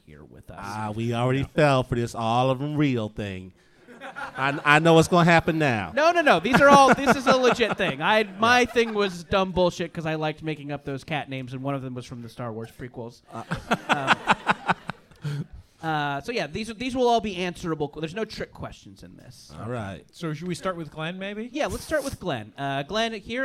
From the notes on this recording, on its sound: Live from SF Sketchfest 2020 at the Punch Line comedy club in San Francisco